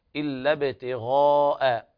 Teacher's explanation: وهنا الألف تمد بمقدار أربع حركات